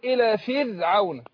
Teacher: الراء ساكنه وما قبلها مكسور فانا برقق الراء